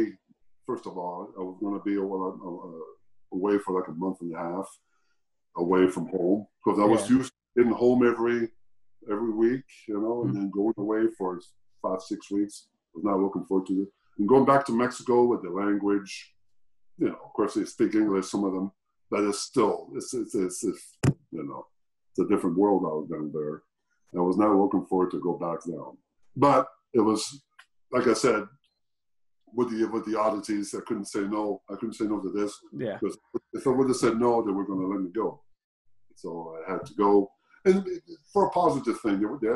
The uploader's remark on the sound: Recorded via Zoom.